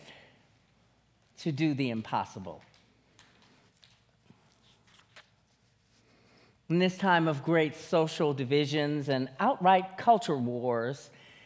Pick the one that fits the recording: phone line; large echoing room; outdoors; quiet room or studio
large echoing room